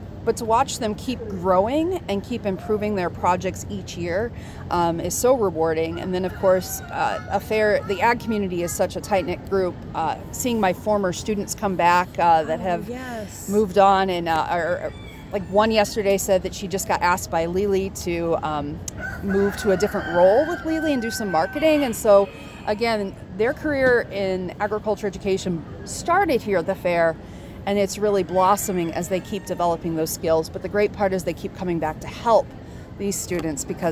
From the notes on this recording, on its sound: OHS Students at the Fair. In this episode we visit the Stoughton Fair.